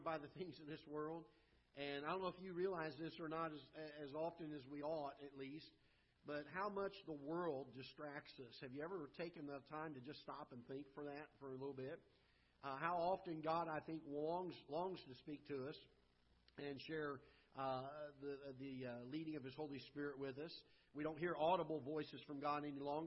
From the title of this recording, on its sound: Ketha Heights Baptist Church ~ Live Broadcast